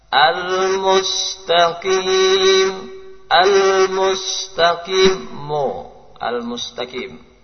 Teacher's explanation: Ketika membaca mim dhammah dengan o.